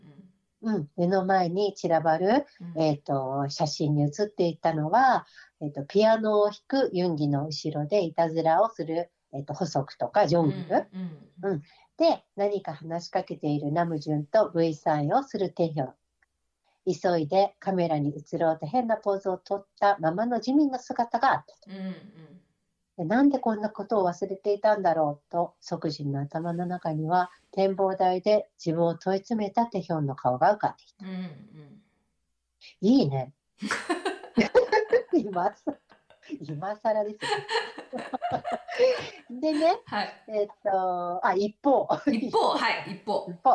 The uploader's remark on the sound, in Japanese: 今回もリモートでの収録となっているため、聴きにくい箇所があるかもしれませんが、ご了承いただければ幸いです。32分あたりから、聞き取りにくい部分がございます。